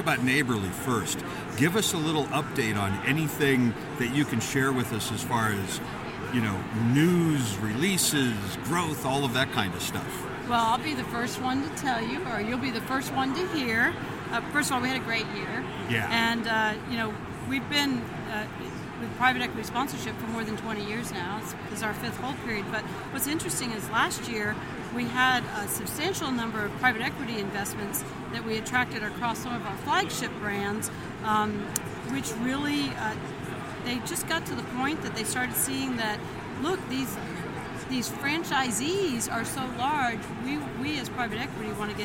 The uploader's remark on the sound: We’re Live at IFA 2024! Thanks to the crew of BizCom Associates for letting us record their booth in the heart of “Franchise City”.